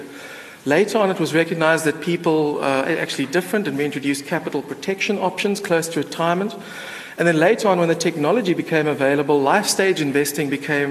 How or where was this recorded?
live audience